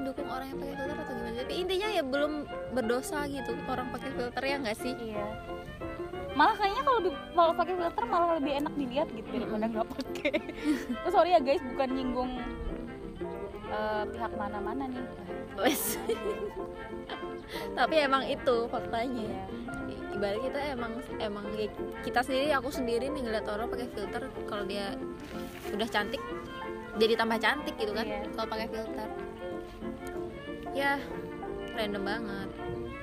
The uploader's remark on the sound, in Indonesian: Podcast ini direkam di pinggir jalan Lamtoro sambil nunggu waktu buka puasa.